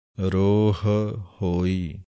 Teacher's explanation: ਆਮ ਹੀ ਗਲਤੀ ਕੀ ਹੁੰਦੀ ਹੈ, ਰੋਹ ਹੋਈ, ਦੋਵਾਂ ਹਾਹਿਆਂ ਨੂੰ ਇਕੱਠੇ ਬੋਲ ਜਾਂਦੇ ਹਾਂ, ਵੱਖਰੇ ਵੱਖਰੇ ਬੋਲਣੇ ਹਨ। ਰੋਹ ਹੋਈ ਮਹਾਮਾਈ ਇੱਥੇ ਵਿਸਰਾਮ ਹੈ। · Term: ਦੋ ਹਾਹੇ